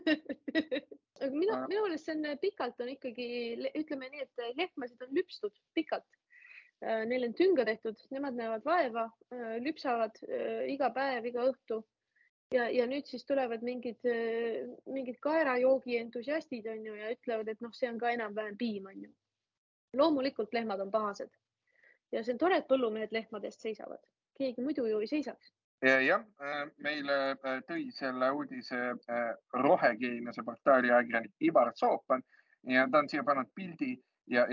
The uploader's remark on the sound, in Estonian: Seekord retrokvaliteediga Zoomi-miniepisood